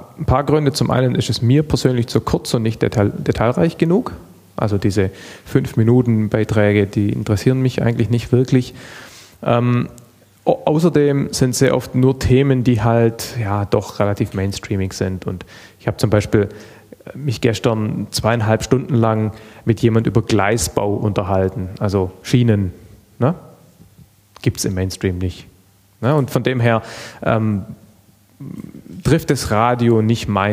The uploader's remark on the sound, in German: Begann die eigentiche inhaltliche Arbeit beim #ganzohr2014-Podcastertreffen. Live vor Publikum.